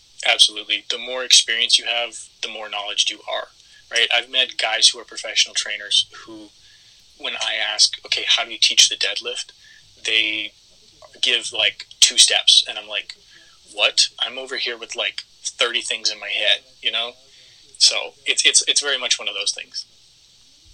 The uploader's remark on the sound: To ensure the health of our podcasters, this interview was conducted over the phone, and we are still working out the issues!